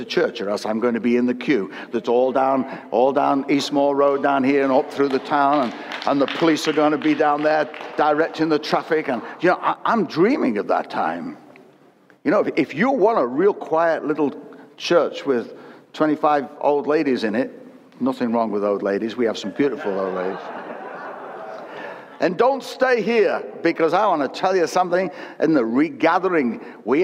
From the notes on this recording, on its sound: Recorded at Destiny's 22 Anniversary service.